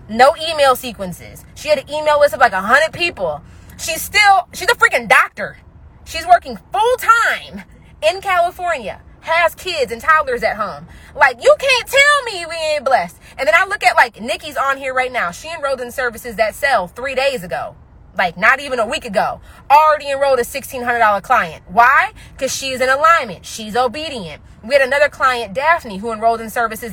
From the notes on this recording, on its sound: I recorded this episode while running errands